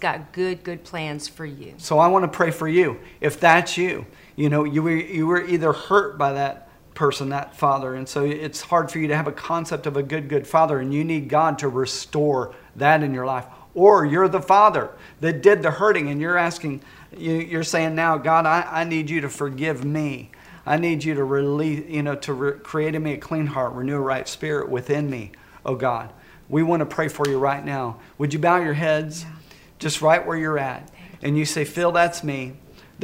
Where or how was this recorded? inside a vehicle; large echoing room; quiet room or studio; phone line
large echoing room